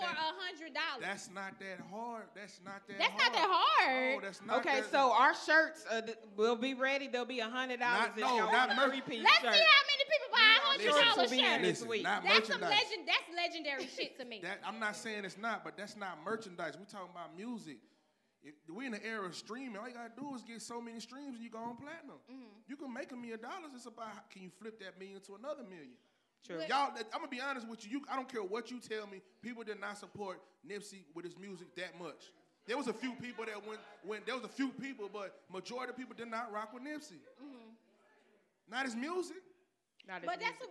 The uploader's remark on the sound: Thank you to everyone who came out to support. Sucks for you if you missed the show unfold live, the audio is next best thing!